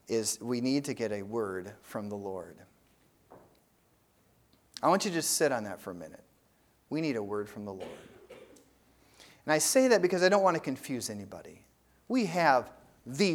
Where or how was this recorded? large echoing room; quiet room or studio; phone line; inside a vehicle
large echoing room